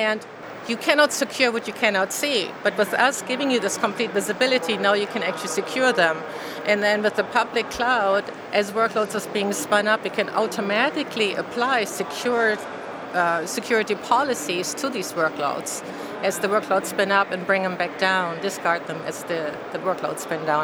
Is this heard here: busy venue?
yes